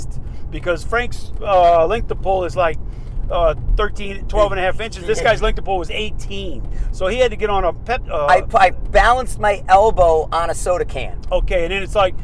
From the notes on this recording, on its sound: Are on the Road driving to Dubuque Iowa for our next set of classes.